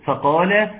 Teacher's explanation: هيا الايه التي تليها، الايه التي تليها الايه 24 بسم الله، تقول تقول فقال، الفاء حرف مرقق خد بالك منه، نعم القاف حرف مفخم